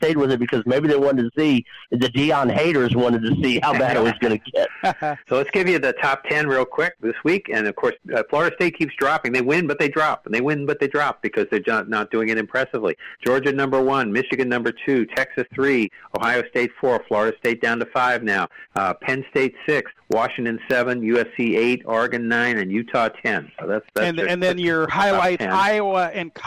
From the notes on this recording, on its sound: Take your live calls and questions in realtime.